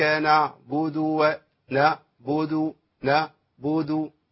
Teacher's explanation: فيها شبهة همزة كده، صح كده؟ مش باينة عين خالص